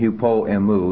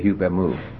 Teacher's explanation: The O on the end of hupo is gone · Shown in: second take · and you see an little apostrophe taking its place. · Term: contraction